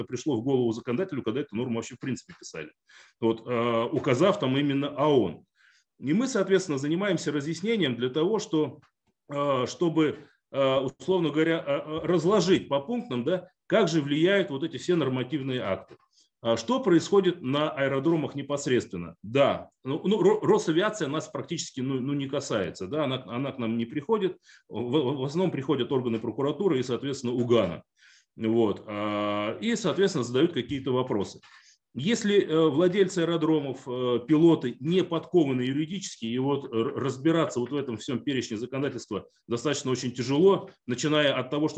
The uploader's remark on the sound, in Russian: Круглый стол в онлайн-формате